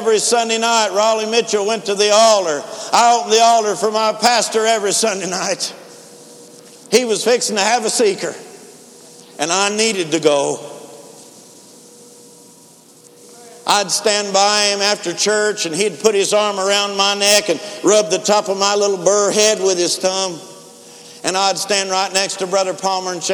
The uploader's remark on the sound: InterChurch Holiness Convention Dayton Convention Center Dayton, Ohio USA 2012